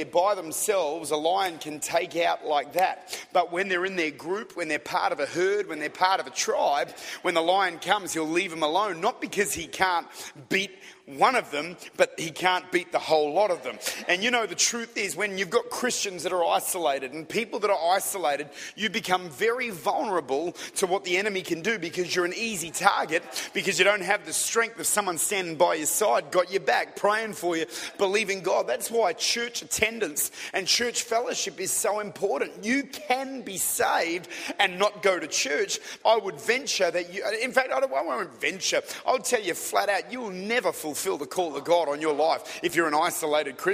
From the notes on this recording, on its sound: Recorded at Lifepoint Church, Adelaide, Australia - City Campus.